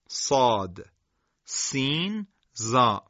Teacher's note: صفیر در لغت صدایی شبیه به صدای پرنده هست و در تجوید صدای صوت مانندیه که از حرف صاد، سین و حرف زا شنیده میشه · جلوی زبان هنگام تلفظ این سه حرف شیاردار میشه